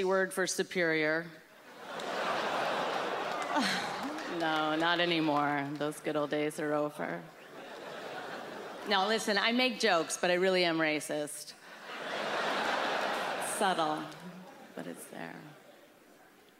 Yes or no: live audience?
yes